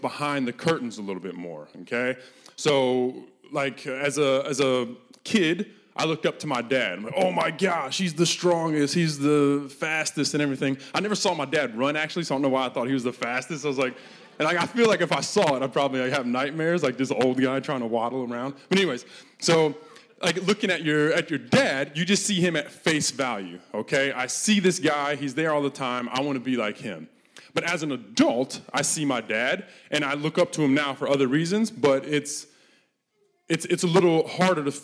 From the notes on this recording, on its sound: This message was recorded live at our Malmö Gathering on Sunday, July 16th, 2023. C3 Church Malmö & Lund.